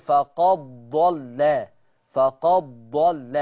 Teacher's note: ورش بيضغم دال قد في الضاد